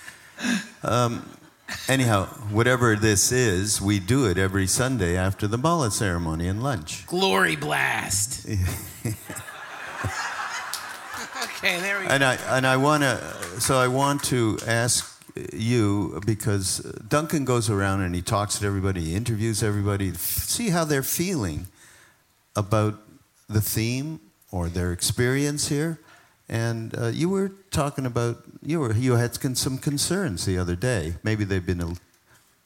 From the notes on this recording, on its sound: Live from the 2018 “ Spring on Maui ” retreat.